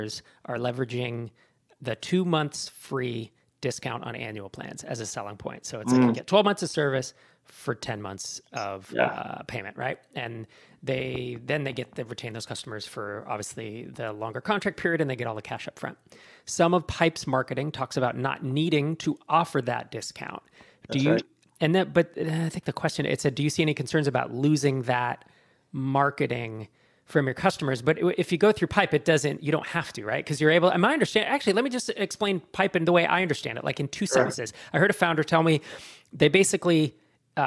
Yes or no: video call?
no